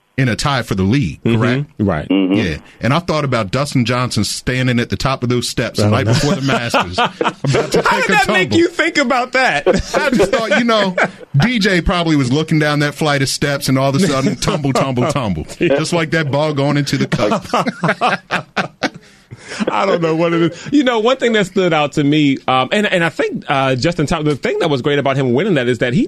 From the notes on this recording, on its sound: Checked in over the phone from Denver.